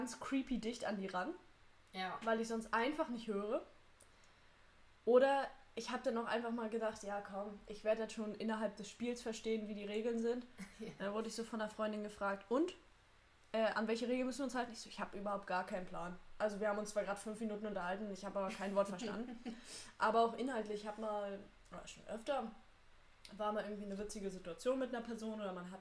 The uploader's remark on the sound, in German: technische Schwierigkeiten gehen uns mächtig auf die Nerven